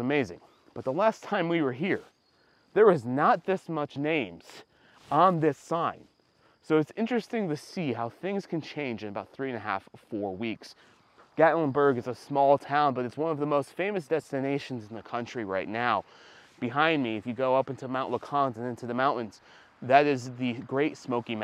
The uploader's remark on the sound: Live from the overlook of Gatlinburg in the Smoky Mountains.